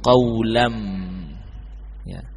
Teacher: tanwin tidak lagi terdengar karena sudah tudgham, sudah masuk ke huruf mim. · Term: Idgham bi gunnah